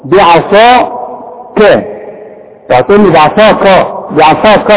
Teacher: ما نقولش بعصاك بعا بعا بعا، العين خليها مرققة، الكاف مرققة، الصاد هي المفخمة